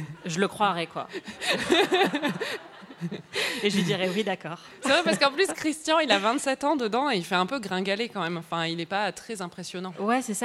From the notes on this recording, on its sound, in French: En direct du Paris Podcast Festival. Enregistré en direct et en public au Paris Podcast Festival, sur la scène de la Gaité Lyrique.